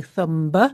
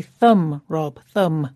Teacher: That's thumb spelt T-H-U-M-B, but we don't pronounce the final B · Shown in: second take · We don't say thumb. · Term: silent B